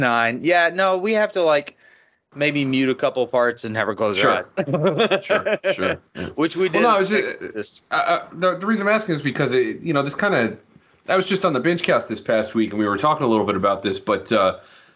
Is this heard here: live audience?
no